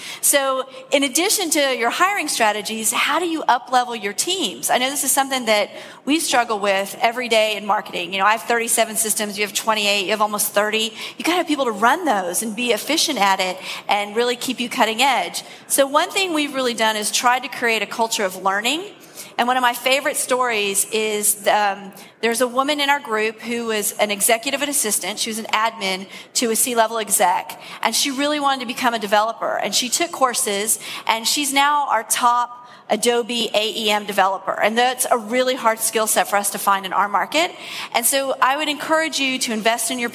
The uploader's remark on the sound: Live from SaaStock18